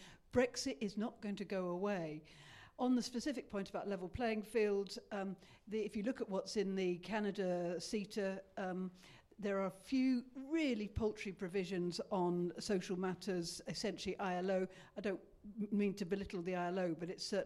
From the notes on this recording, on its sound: In a special live episode